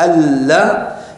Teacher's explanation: حدث أيضا إدغام، النون أدغمت في اللام، أن لا صارت ألا بهذا الشكل الذي ترونه.